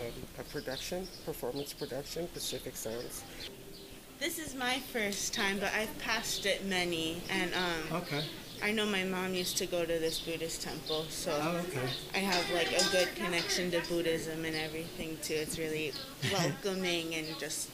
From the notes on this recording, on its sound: Recorded at a rally in response to Asian hate crimes held at The Buddhist Temple of Chicago in the Uptown Community.